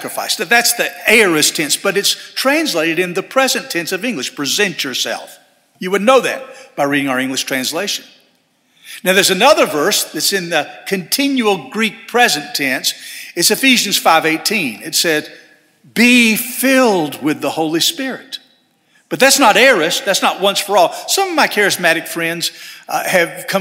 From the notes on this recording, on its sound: This sermon was delivered on January 14, 2024 at First Baptist Church Hendersonville, NC.